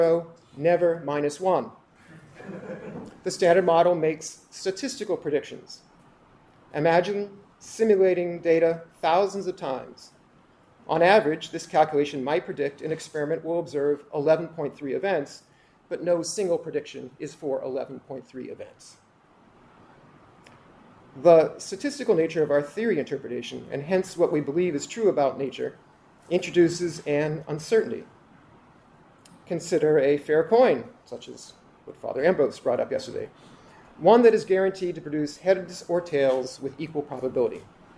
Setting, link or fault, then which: setting, live audience